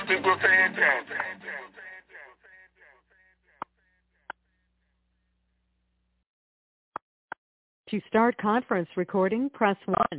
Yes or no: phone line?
yes